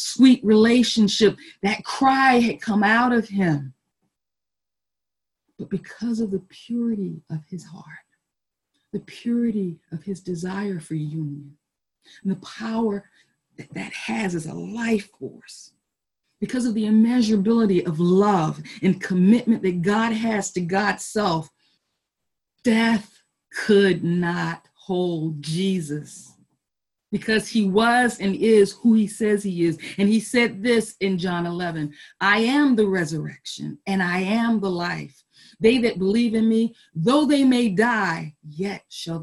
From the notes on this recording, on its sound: Our Zoom streamed Easter Service.